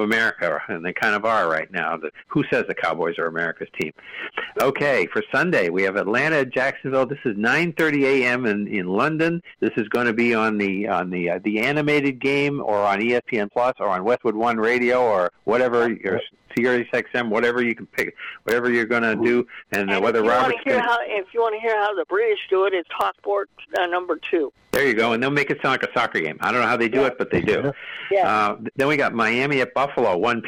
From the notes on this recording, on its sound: take your live calls and questions in realtime